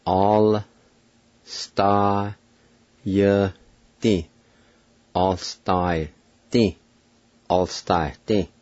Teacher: You just hear the Y sound and not the a sound with the Y in the second part of that word.